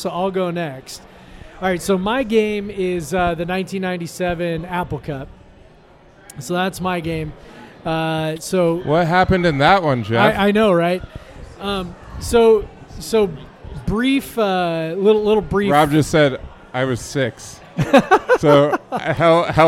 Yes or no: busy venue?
yes